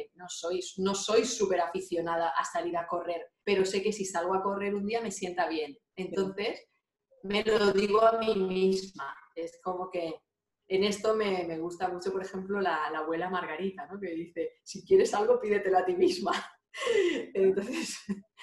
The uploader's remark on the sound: Zoom Session